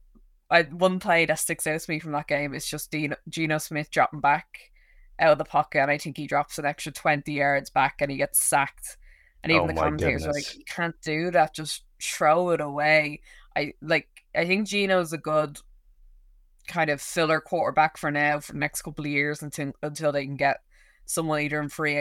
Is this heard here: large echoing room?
no